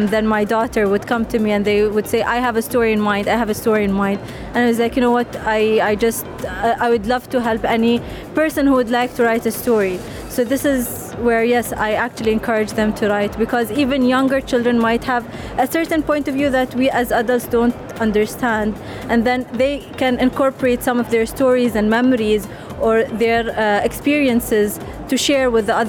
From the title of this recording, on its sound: Live From SIBF 2023